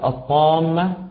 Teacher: فالألف بعد حرف الطاء مفخمة